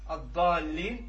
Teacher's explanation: فالسبب هو السكون، والسكون هنا أصلي لازم، لكن أدغمت اللام الأولى في الثانية للتخفيف على اللسان، للتخفيف على اللسان، فصارت الضالين كما في الرسم القرآني، وكما ننطق بها وننفضها، وإلا فإن الأصل الضالين.